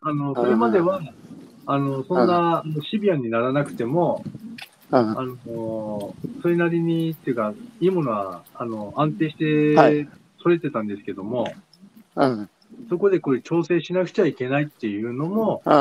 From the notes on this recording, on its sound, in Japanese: 宮城県石巻市十三浜で漁業を営む。歩きながら1時間、対談する。